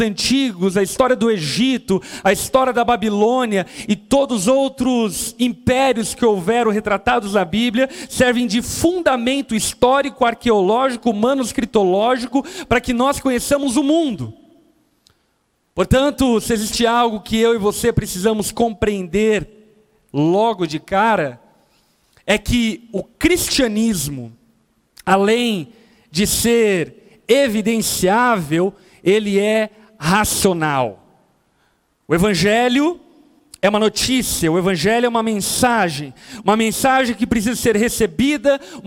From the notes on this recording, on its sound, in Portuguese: Gravado na Conferência Rampa 2021 Veritas.